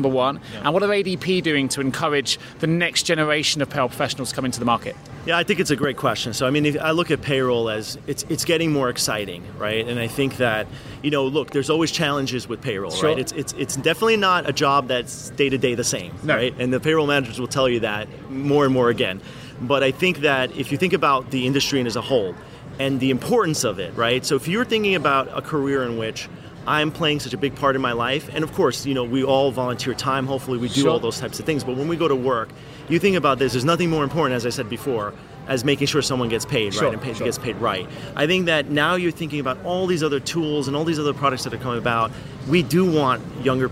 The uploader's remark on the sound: Live from APA Congress 2019. Recorded Live at American Payroll Association Congress 2019 in Long Beach, California.